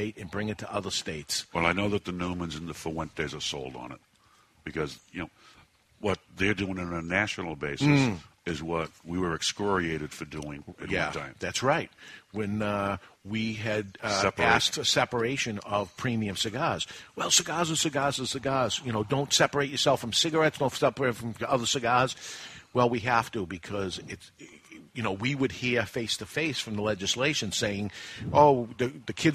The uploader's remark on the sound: We're live at the first annual CANH (Cigar Association of New Hampshire) Golf Tournament at Amherst Country Club in Amherst, NH